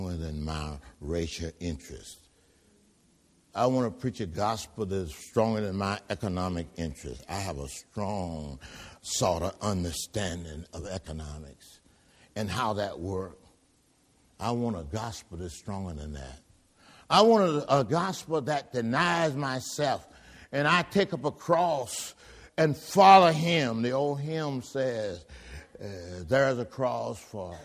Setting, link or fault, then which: setting, large echoing room